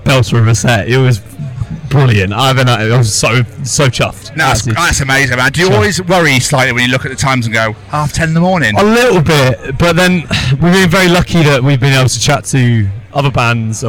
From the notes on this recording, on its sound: Live from Bloodstock 2023.